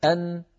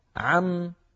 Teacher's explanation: نون ساكنة مظهرة ميم ساكنة مظهرة فيها مطة قصيرة جدا · Term: الغنة ناقصة